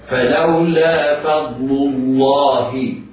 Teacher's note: على القارئ أن يميز اللام المضمومة بترقيقها من لام لفظ الجلالة المفخمة